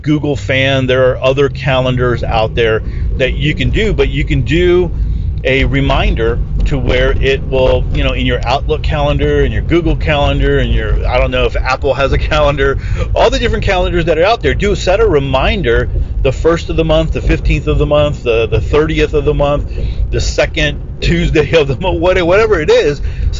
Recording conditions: inside a vehicle